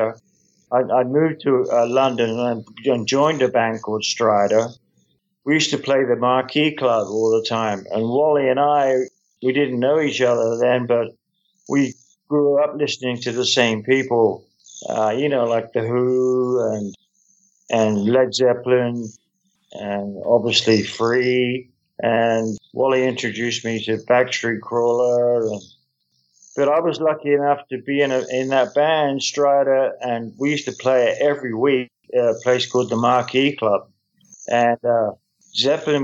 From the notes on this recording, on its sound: jumped on a Skype call for an interview